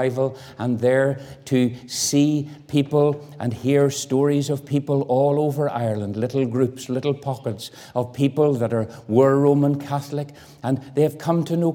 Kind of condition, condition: setting, large echoing room